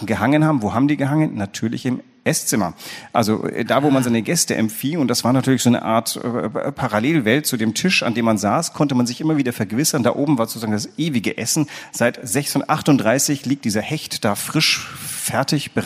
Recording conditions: live audience